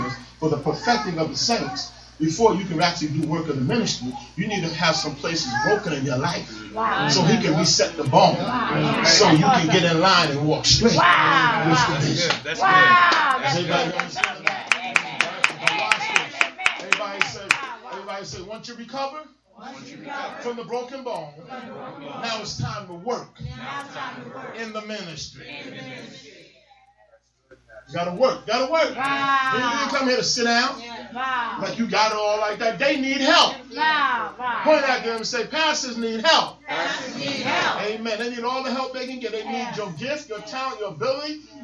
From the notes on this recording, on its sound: live from the Comfort Suites Hotel in North Brunswick, New Jersey